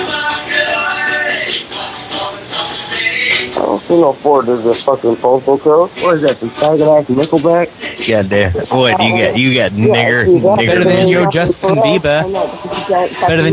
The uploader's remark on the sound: Prank Phone Calls Collection. From archive.org.